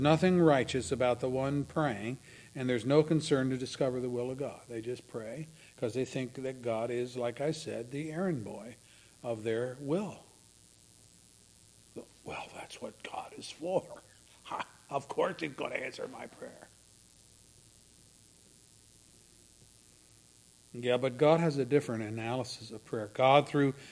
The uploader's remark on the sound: A listing of all of the services recorded at Thornville Baptist Church.